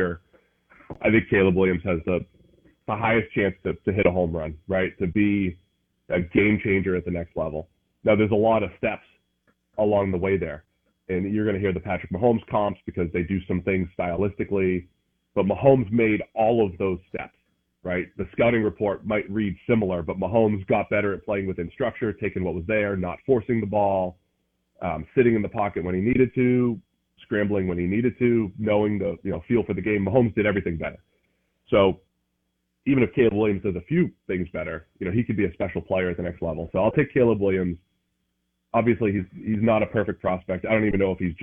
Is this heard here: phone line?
yes